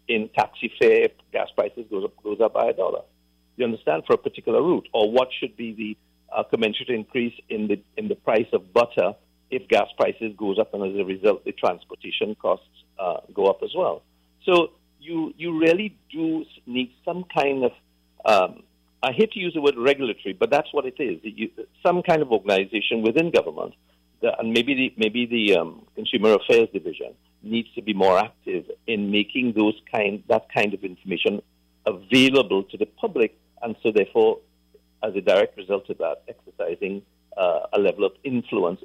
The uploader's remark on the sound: During this hour we take calls from our audience